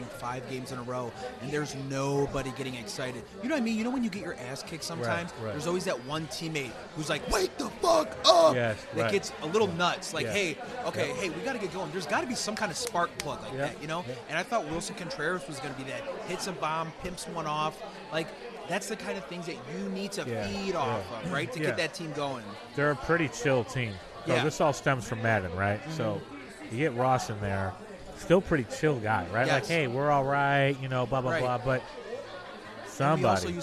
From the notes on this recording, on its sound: Live at Black Barrel Tavern on Madison in Chicago.